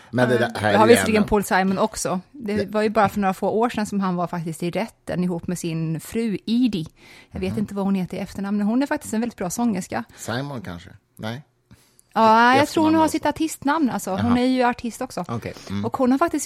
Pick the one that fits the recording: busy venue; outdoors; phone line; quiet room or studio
quiet room or studio